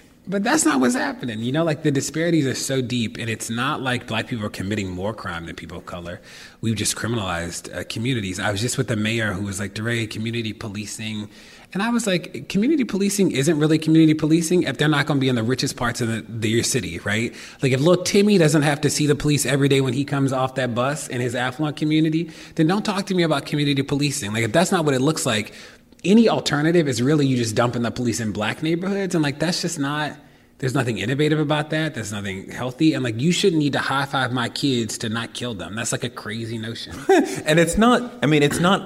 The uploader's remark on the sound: This was recorded live at NYCPodfest.